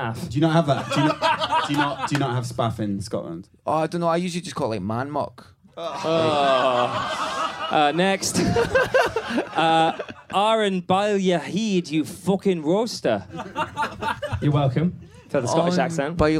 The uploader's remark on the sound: Live from Edinburgh